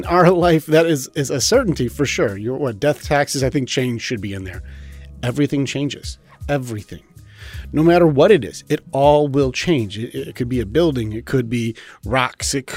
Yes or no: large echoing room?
no